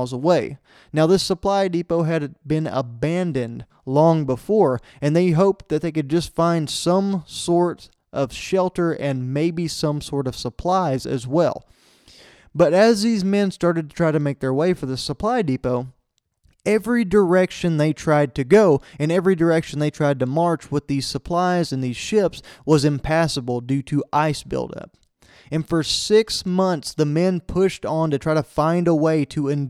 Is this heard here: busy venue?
no